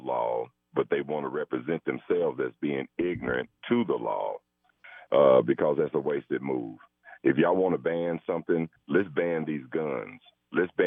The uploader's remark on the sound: We open the phone lines